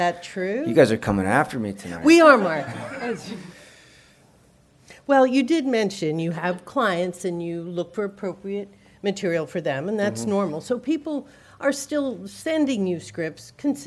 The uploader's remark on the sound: Live from LA. Where they answer the audience’s questions.